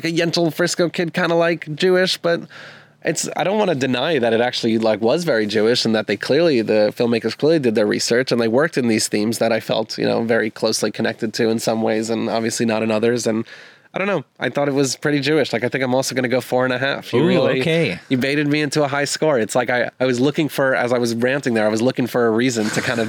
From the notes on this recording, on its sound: head outdoors for a special in-person recording